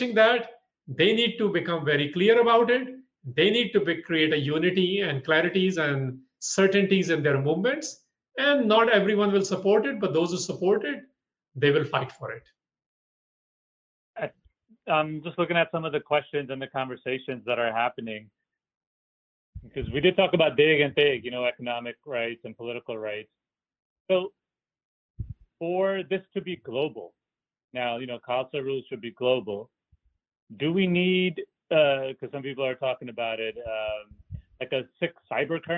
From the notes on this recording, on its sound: From a live webinar recorded on June 29th, 2020. This episode of The Sikh Cast is from a live webinar.